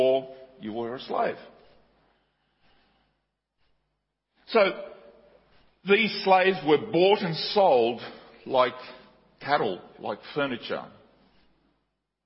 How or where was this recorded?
large echoing room